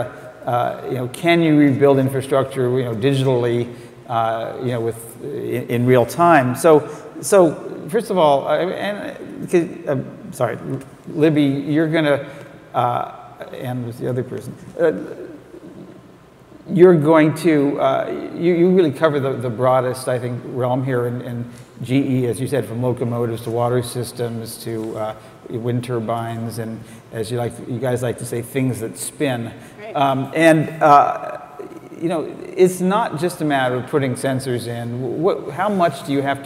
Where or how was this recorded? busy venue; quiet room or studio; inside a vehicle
busy venue